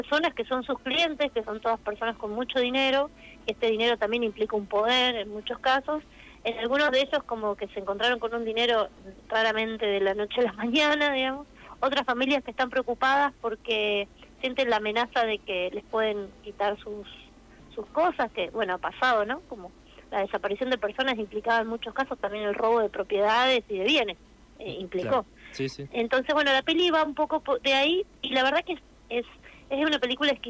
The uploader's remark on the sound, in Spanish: En comunicación telefónica con CTNR.